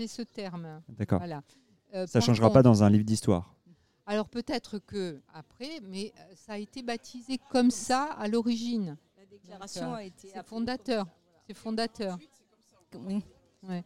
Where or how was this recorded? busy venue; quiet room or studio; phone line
busy venue